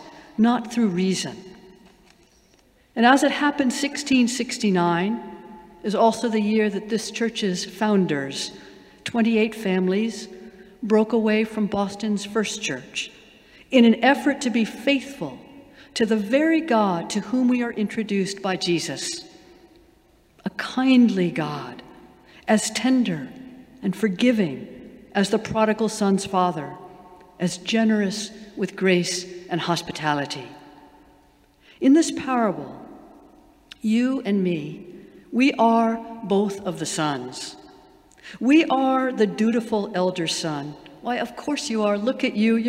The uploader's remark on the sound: Sermons from Old South Church in Boston